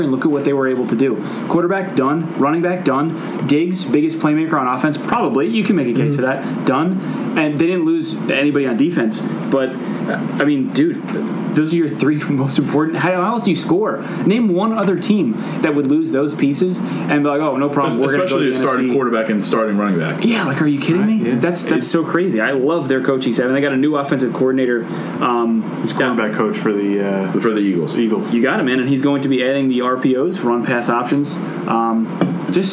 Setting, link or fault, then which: fault, background noise